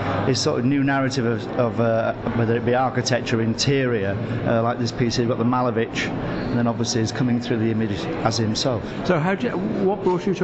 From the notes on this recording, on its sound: Live from ART ROTTERDAM 2024 talking to artists and galleries. We are live at Art Rotterdam at the iconic Van Nellefabriek.